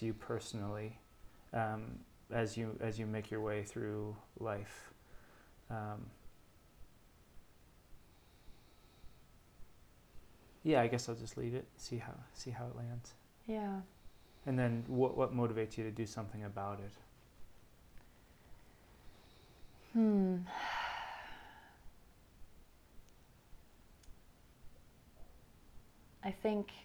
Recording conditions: sounds in the background